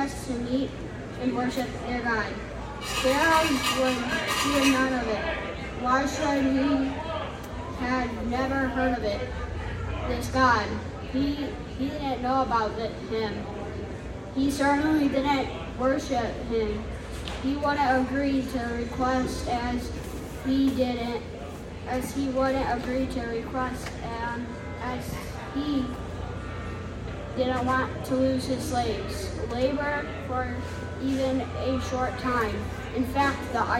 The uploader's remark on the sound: LIVE FROM OUR PARISH FESTIVAL!!